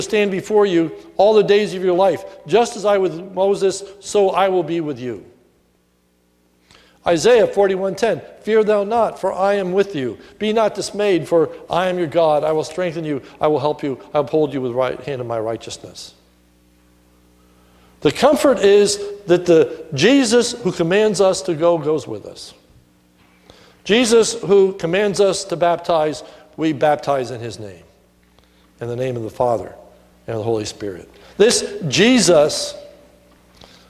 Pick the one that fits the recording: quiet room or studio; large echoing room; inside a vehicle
large echoing room